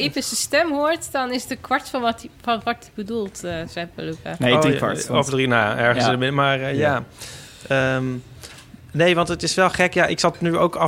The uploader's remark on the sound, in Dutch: Vanaf het Nationale Podcastfestival.